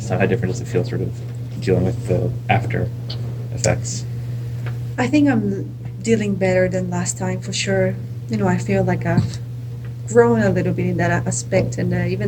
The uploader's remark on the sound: From the 2017 Western & Southern Open in Cincinnati. We are again recording in our car, but this time we've also got outtakes from Monday's player roundtables.